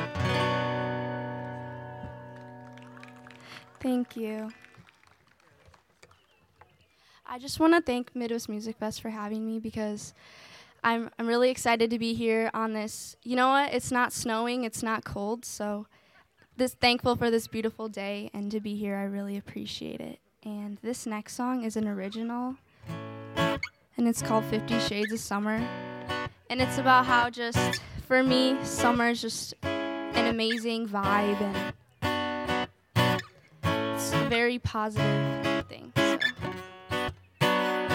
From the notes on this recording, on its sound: We visited the Midwest Music Fest here in Winona, MN for a live performance. LIVE from Winona, MN and the Midwest Music Fest.